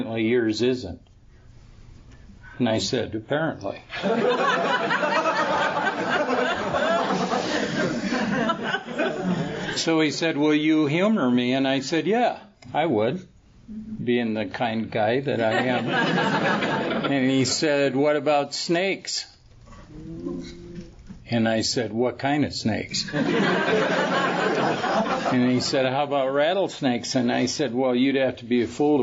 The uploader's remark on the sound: Tells his story at the Fellowship of the Spirit Conference held in Utah in 2011.